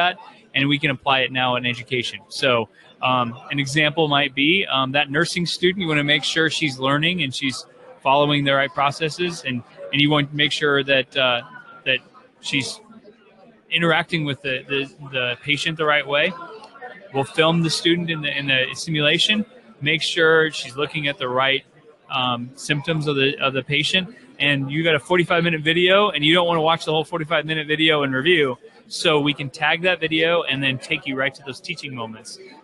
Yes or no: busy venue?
yes